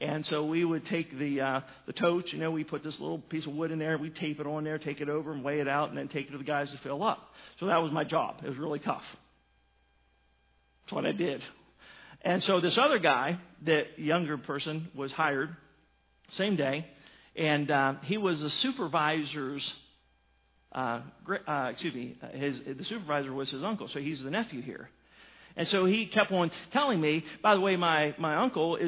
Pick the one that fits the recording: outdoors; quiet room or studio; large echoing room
large echoing room